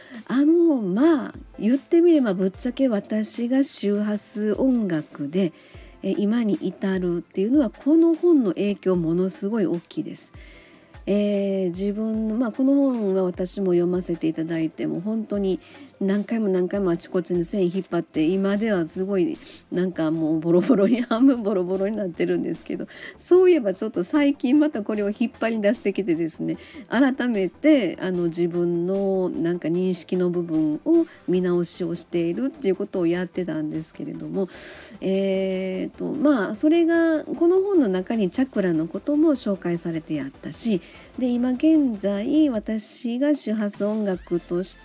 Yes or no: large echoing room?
no